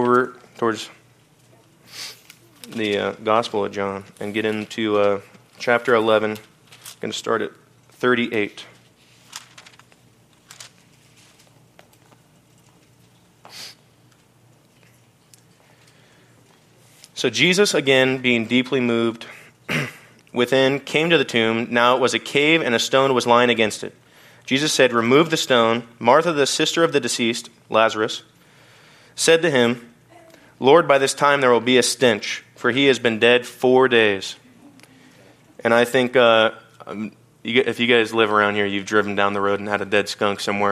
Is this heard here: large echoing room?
yes